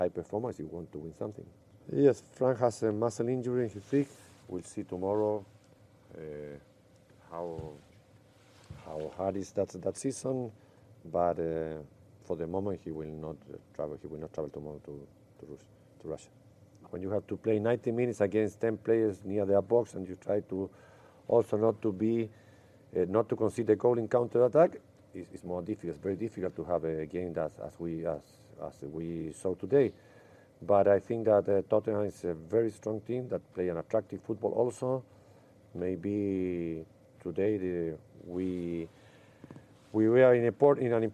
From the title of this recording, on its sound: post-match press conference